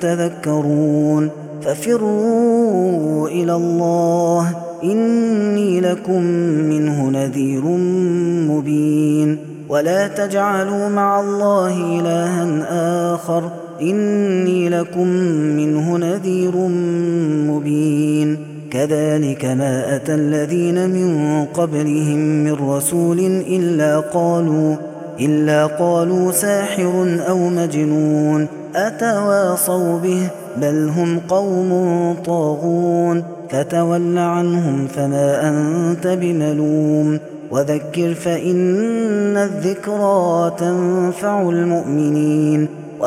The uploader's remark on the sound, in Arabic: هذا التسجيل من صلاة التراويح